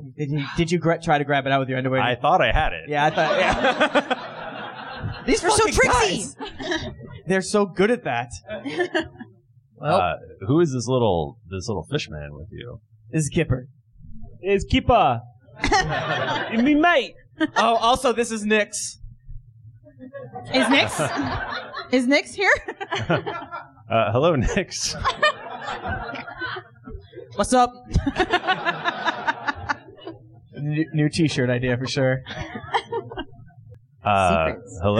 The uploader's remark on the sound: This adventure was recorded live in front of a studio audience. We had a blast doing our show and actually seeing folks react.